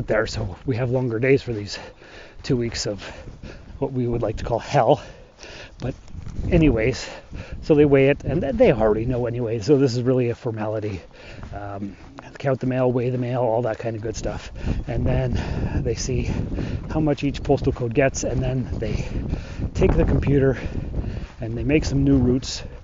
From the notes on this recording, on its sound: This week is a walk and talk type show. I will be walking along on my mail route.